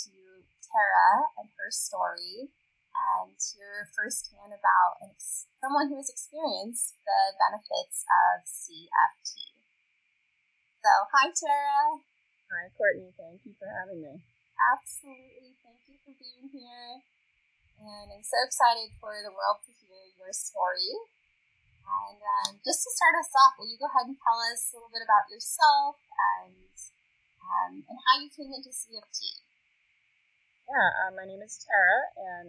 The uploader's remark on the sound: this episode was recorded via Zoom, so the sound quality may be interrupted periodically